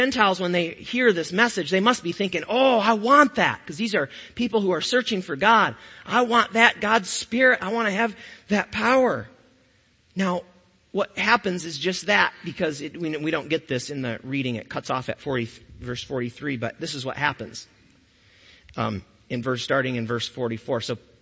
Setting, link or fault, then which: setting, large echoing room